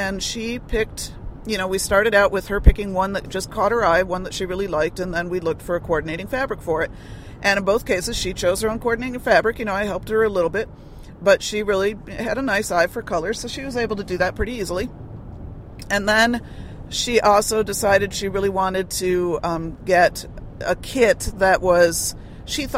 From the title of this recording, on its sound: In Which We Talk While Driving